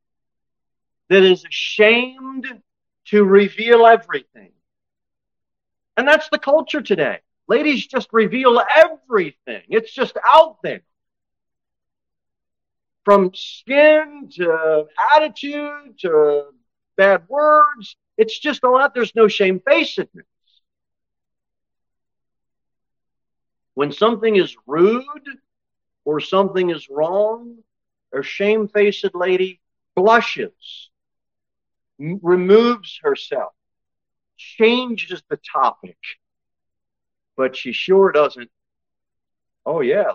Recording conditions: large echoing room